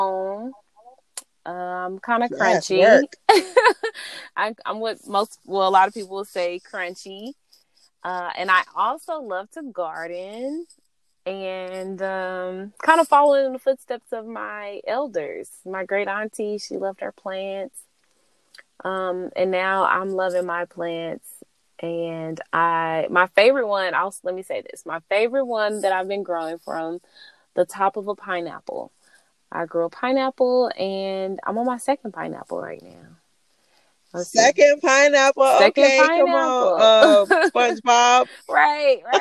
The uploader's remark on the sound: recording in her dad’s car